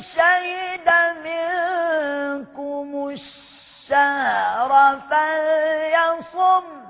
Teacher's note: إضغام اللام هيسبب لتشديد الشين · Term: لام شمسية